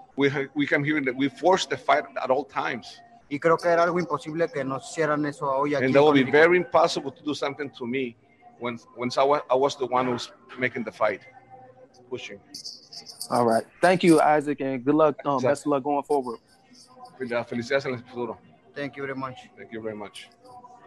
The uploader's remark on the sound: Post Fight Press Conference